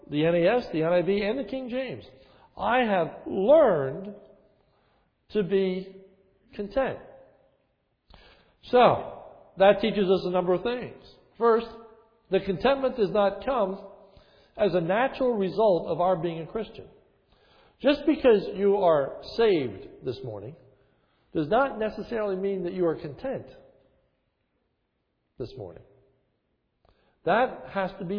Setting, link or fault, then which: setting, large echoing room